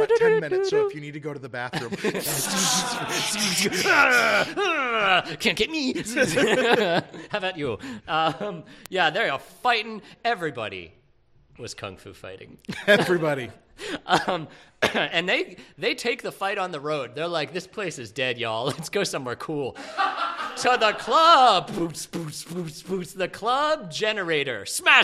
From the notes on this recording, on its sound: Phantom Menace Live. Recorded at Otherworld Theater on May 6, 2023.